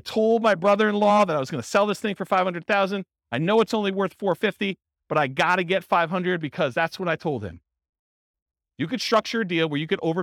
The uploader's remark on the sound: Port St Lucie, Florida. This was a live class recorded to give investors a solid qualitative overview of all the different real estate investing strategies.